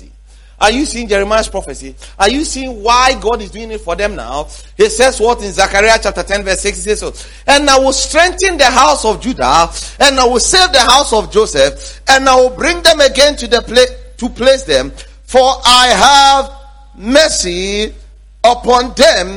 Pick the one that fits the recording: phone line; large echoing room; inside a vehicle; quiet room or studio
large echoing room